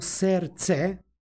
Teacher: gdje je došlo do gubljenja jednog suglasnika i uprošćavanja suglasničke grupe prema ekvivalentu u srpskom jeziku.